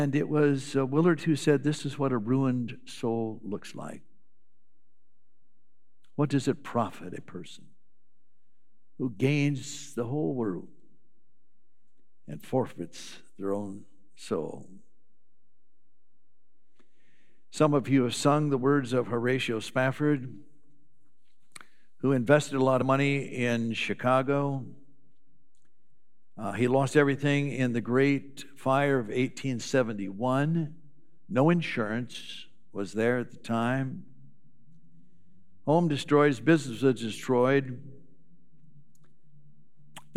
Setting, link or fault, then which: setting, large echoing room